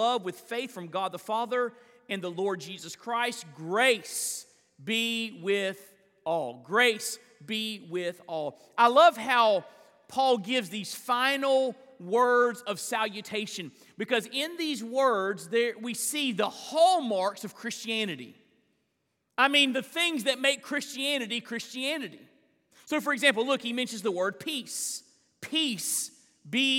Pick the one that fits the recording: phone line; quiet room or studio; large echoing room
large echoing room